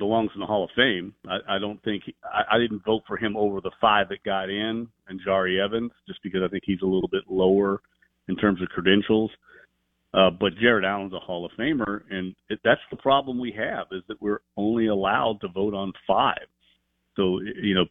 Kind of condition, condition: link, phone line